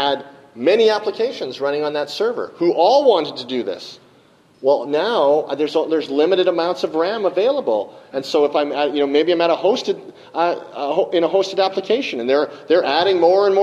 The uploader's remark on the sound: live from Dev Connections in Las Vegas